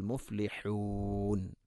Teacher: മുഫ്ലിഹൂൻ ഹാ ഉച്ചാരണം ശ്രദ്ധിക്കുക, തൊണ്ടയുടെ മധ്യഭാഗം